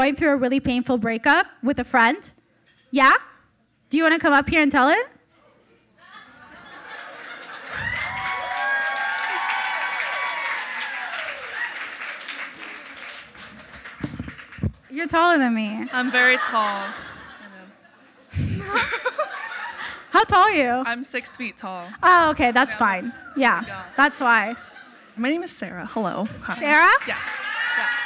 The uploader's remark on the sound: (LIVE SHOW SPECIAL). Takes the stage for the first ever live recording of Almost Adulting. Recording live from The Hollywood Improv.